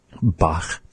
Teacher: He pronounces the CH in the word just like we do in Nuchalk, the kha sound. It's sort of a raspy sound, resembling slightly an H sound.